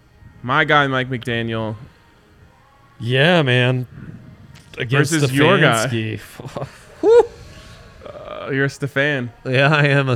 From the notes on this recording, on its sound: LIVE from the DNVR Bar